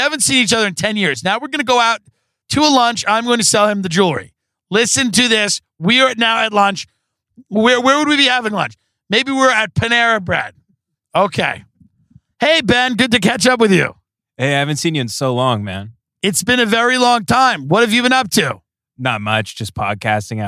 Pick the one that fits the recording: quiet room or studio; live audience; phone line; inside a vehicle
inside a vehicle